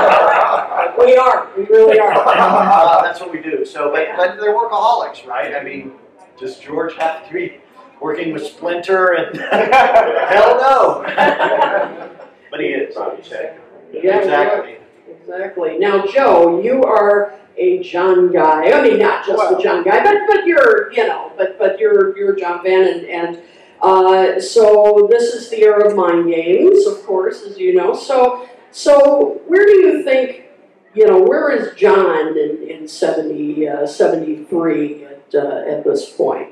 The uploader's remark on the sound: Live from the NY Fest for … Fans. In the Palisades Ballroom at the Hyatt Regency on the Hudson in Jersey City, NJ, Talk More Talk revisits the year 1973 in front of a live audience.